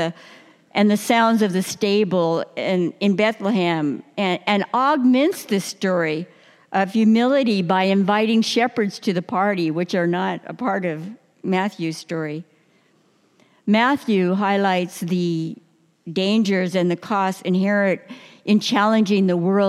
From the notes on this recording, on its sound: New Year message delivered during the 9:00 Worship service.